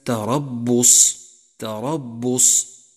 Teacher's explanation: تأمل صفة الشدة لحرف الباء في كلمة تربص، تربص، حيث امتنع جريان الصوت عند النطق به